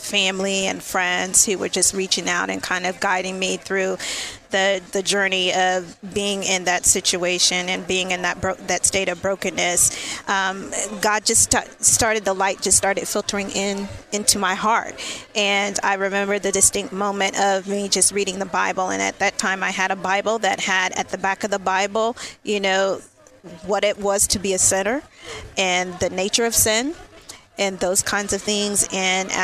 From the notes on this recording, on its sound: LIVE from Chicago at the Faith at Work Summit